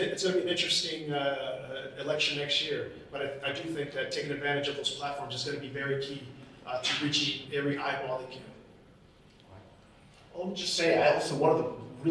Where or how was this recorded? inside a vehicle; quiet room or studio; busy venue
busy venue